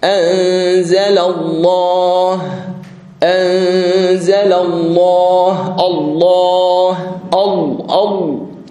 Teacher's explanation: أجمع القراء على تغليظ لام لفظ الجلالة من اسم الله إذا كان بعد فتح أو ضم. إذا سبق بفتح أو ضم يفخم، نقول الله، سواء كان في حالة الوصل أو مبدوءا به فلام لفظ الجلالة تفخم، نحو إن الذين يكتمون ما أنزل الله.